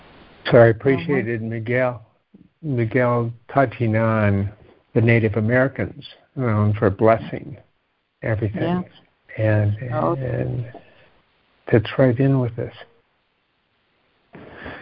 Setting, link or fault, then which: link, phone line